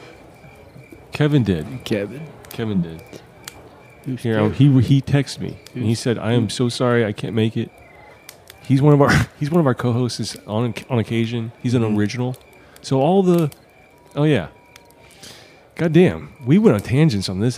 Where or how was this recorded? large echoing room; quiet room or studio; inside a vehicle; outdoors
outdoors